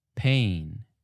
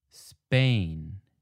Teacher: when you say an aspirated P, like in pain, the puff of air from your mouth will move the paper, but the unaspirated P, like in Spain, did not really have that same burst of air. So the paper should be pretty still.